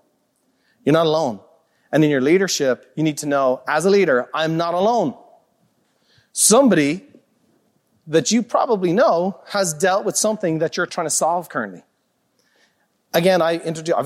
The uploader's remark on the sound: a live recording from Peak Experience